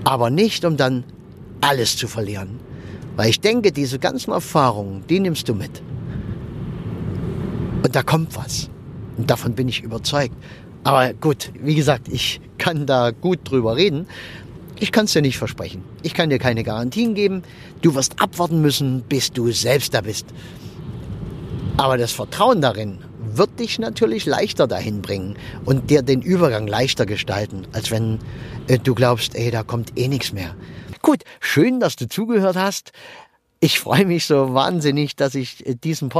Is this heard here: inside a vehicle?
yes